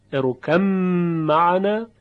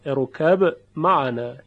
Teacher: این وجه ادغام که با به طور کامل در میم ادغام میشه و اثری از قلقله با نمیمانه · Shown in: first take · اروکم معنا، و وجه دوم اظهار با قلقله، اروکب معنا، یا بنی اروکب معنا.